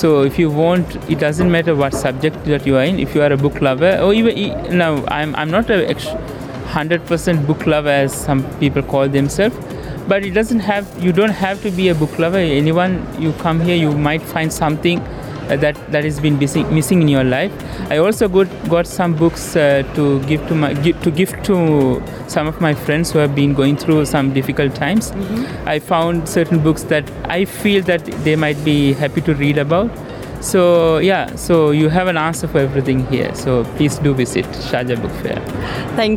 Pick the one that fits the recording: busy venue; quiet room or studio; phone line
busy venue